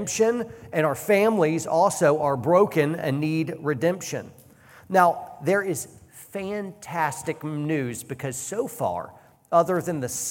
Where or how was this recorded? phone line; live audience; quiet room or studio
live audience